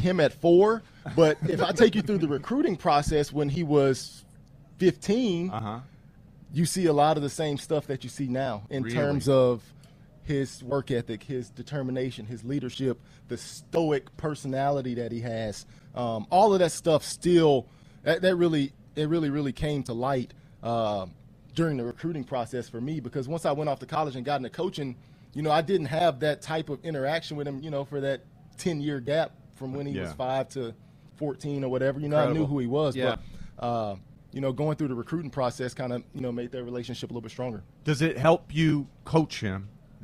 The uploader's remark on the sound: Joins the morning show live from training camp.